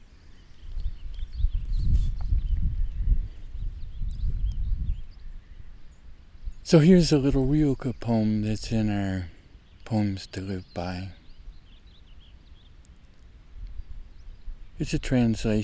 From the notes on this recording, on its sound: Out doing May high-country photography fieldwork, still early in the morning, a pause a while, and start a new series of recordings, POEMS TO LIVE BY. Please excuse two little windy waves in the recording... Whitebark Pine Country, May aspect, SOUTH #WALLOWAS, #OREGON.